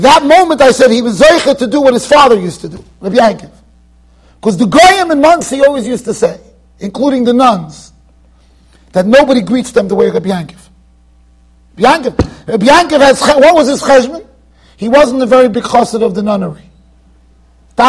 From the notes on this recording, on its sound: Shiur recorded in Yeshivas Ohr Reuven, Monsey NY.